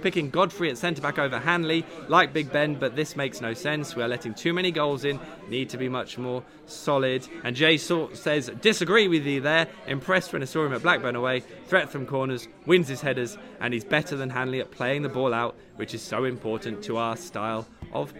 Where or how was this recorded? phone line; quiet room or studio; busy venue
busy venue